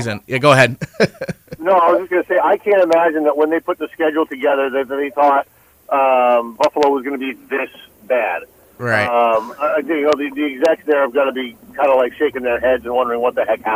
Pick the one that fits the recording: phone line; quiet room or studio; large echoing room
phone line